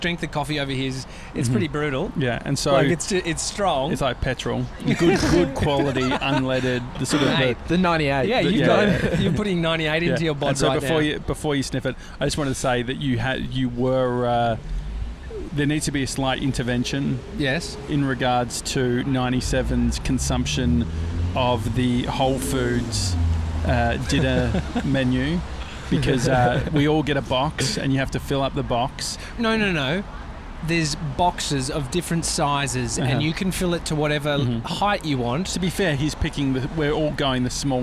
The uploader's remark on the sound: Today we're sitting outside Bluestone Lane!